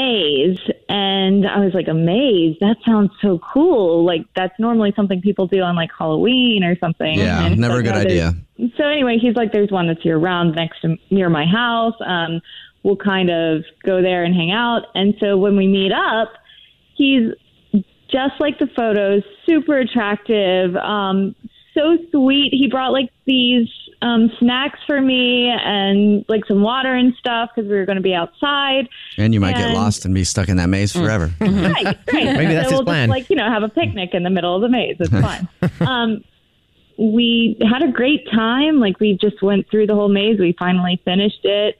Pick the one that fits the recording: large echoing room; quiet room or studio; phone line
phone line